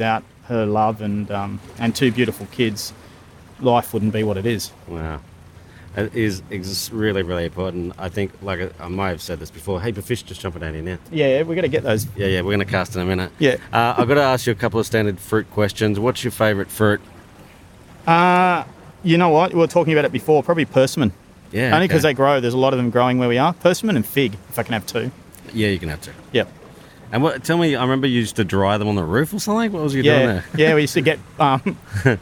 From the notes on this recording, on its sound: This Prodcast was recorded before the Covid-19 outbreak in Australia. We recorded this episode on the edge of the Sydney Harbour with views from the city to Sydney heads.